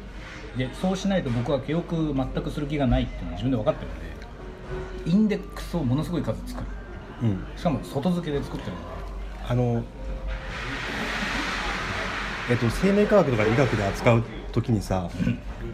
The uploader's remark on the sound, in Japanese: 東京出張の時にご飯を食べながら収録した雑談です。雑音でお聞き苦しいかと思いますが。